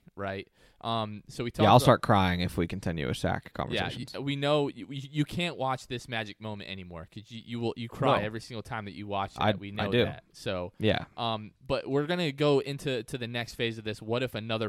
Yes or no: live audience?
no